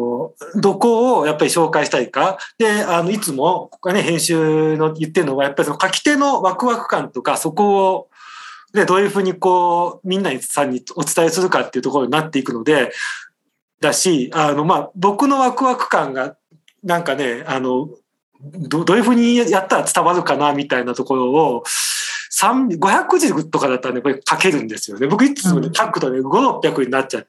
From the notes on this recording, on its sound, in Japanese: みんなでつくる中国山地百年会議 の会員限定で開かれる 市 （オンライン交流会）での公開収録。